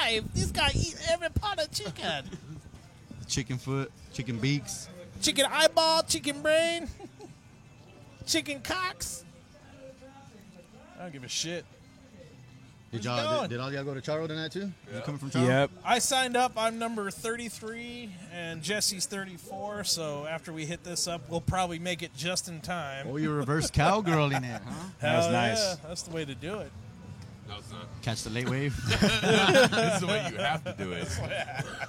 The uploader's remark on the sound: At the Woodshed (RIP). Before the show/mic I go live on location with a podcast barrage of local comics across the Valley of the Sun AND BEYOND (when I do road gigs!).